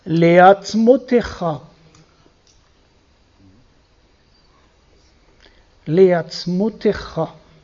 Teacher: Mais souvent, on ne l'entend pas. Le yod, là, on ne l'entend pas. · Alors, apostrophe, parce qu'il y a ein, at. Mais là, on n'entend pas le deuxième sheva